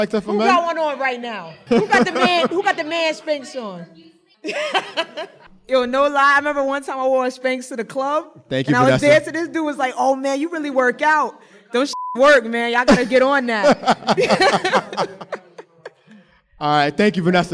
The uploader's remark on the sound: Live Show at BXLIVE. Recorded at bxlive.